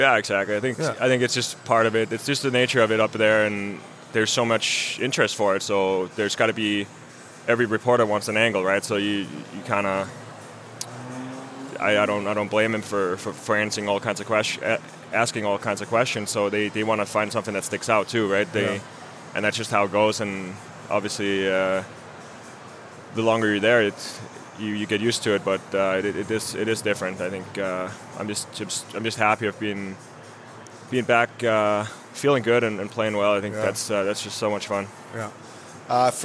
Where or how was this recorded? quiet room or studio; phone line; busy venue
busy venue